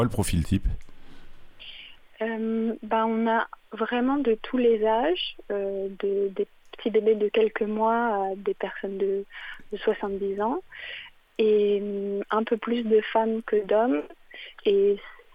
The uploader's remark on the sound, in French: En plateau (au téléphone)